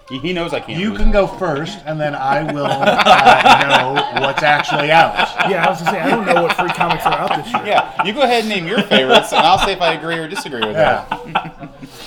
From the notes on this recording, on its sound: We record our first ever live episode from Tatertot Comics and Collectibles in Arnold, MO for Free Comic Book Day 2023.